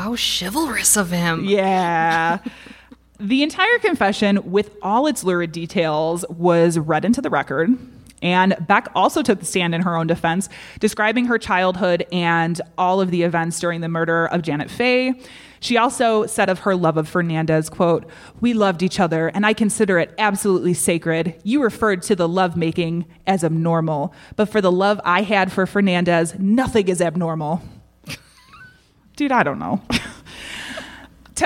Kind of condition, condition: setting, live audience